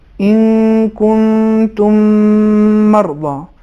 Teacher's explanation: اہم نقطہ اس سلسلے میں یہ ہے کہ جب ہم میم کا دوسرے میم میں ادغام کریں، اس صورت میں اس مشدد میم کو ہم تھوڑی دیر کھینچیں گے، یعنی اس کا غنہ کھینچیں گے، جس کو کشش غنہ کہا جاتا ہے.